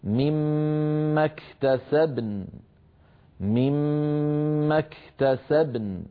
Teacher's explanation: أيضا لما وقفنا في الآية 32 على قوله تعالى وللنساء نصيب مما اكتسبن، هنا عند الوقف اجتمع ساكنان الباء والنون، فيجب أن نبين الباء مقلقلة وأن نعطي النون حقها من السكون والغنة، هكذا مما اكتسبن مما اكتسبن، فنبين الباء ساكنة والنون مغنونة بقدر الذي بينته.